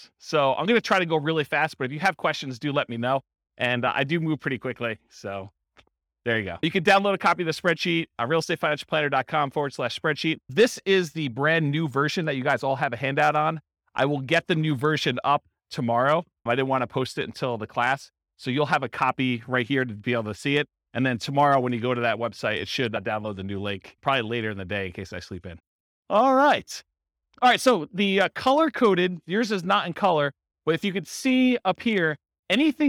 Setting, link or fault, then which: setting, live audience